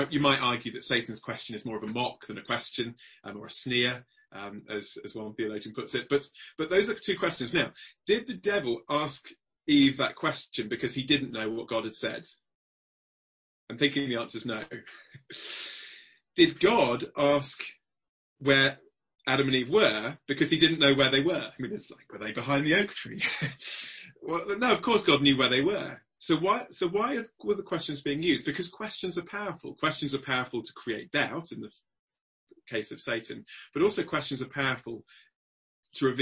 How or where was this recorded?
video call